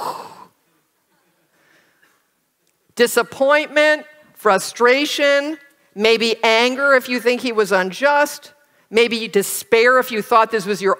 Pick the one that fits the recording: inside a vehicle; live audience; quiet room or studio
live audience